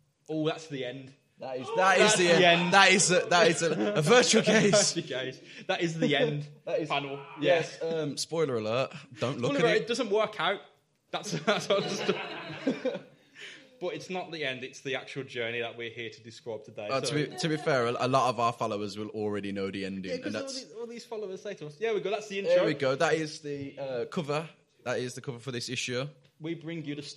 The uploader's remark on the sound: LIVE IN BIRMINGHAM. Live at the Birmingham Podcast Festival over the past weekend. Mockingbird Cinema. We got to perform our 'act' live to an audience.